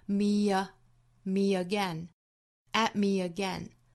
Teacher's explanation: me 和 again 之间连读有小 y 的音的连音